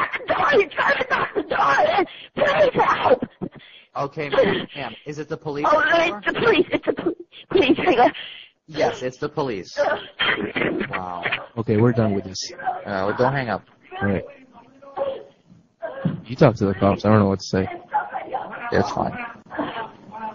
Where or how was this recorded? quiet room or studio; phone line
phone line